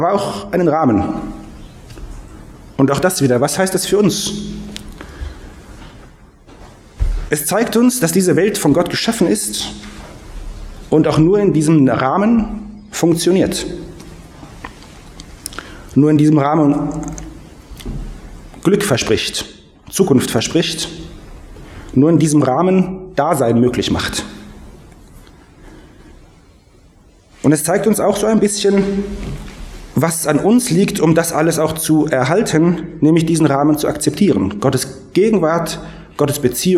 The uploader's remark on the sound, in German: Predigt aus dem Gottesdienst